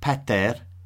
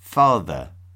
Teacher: the P sound shifts to an F sound in Germanic words, which is why the word pater becomes the English word